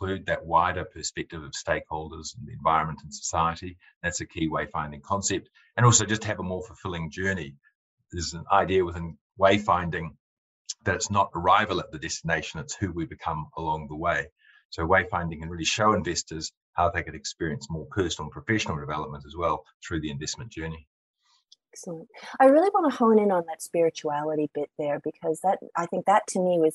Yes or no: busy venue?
no